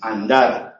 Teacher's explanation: la primera A de andar es oronasal · Term: oronasales